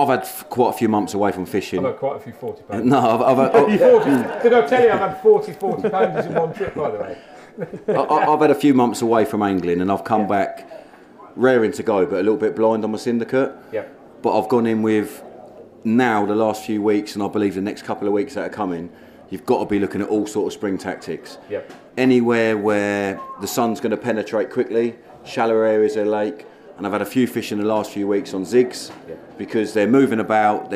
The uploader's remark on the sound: LIVE at The Outlaw Pro Carp Show. This month we are back at the recently held Outlaw Pro Carp Show to drop in on the packed program of live talks that took place over the weekend.